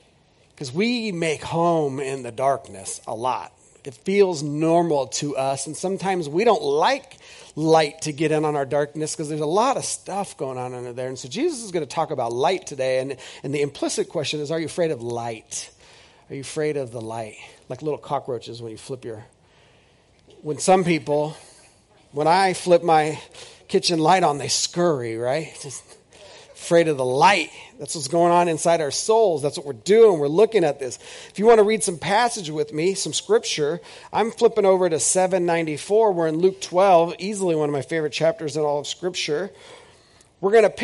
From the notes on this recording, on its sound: This is audio ripped from the Live Service video.